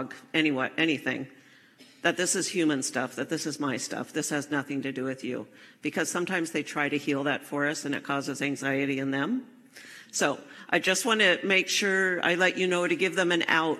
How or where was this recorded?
live audience